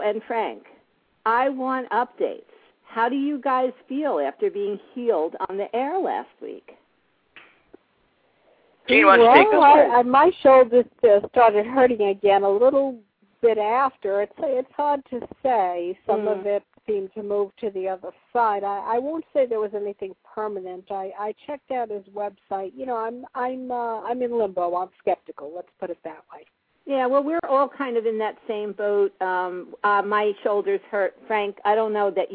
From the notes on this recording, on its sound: take calls LIVE on the air